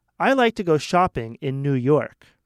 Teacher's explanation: So New York is emphasized because that is where you like to go shopping.